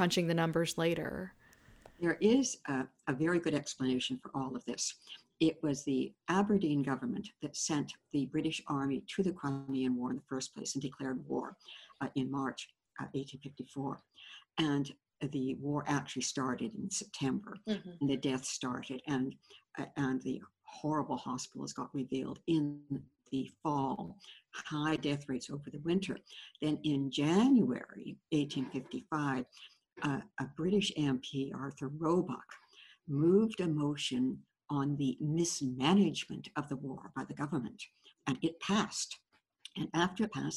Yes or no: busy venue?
no